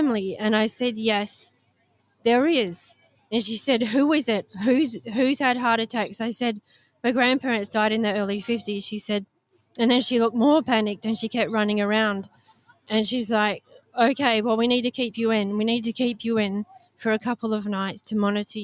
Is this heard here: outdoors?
yes